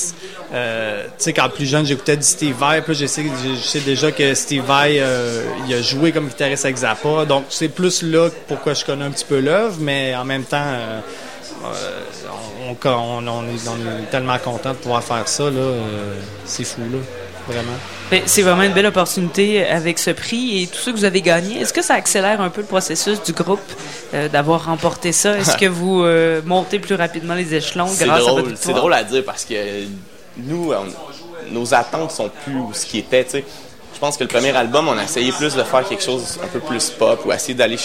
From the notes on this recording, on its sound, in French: À CKRL 89,1, en direct du bar Le Sacrilège lors du Festival d'été de Québec.